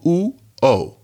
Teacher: If I go ooh-O, the O is lower than the ooh.